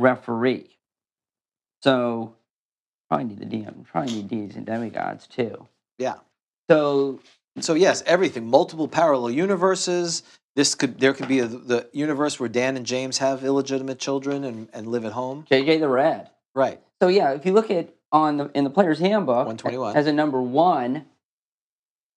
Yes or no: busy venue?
no